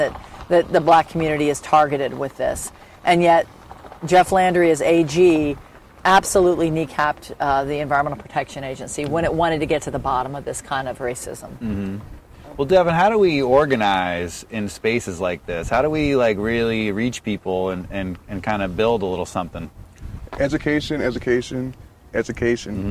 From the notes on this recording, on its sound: filmed from the banks of the Mississippi River in Norco, Louisiana